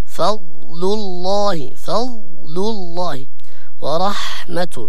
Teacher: لابد من ترقيق الحاء